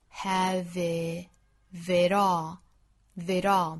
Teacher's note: 发现这个 t 是弹舌弹出来的。的，舌尖轻轻的在硬腭的位置一弹而过。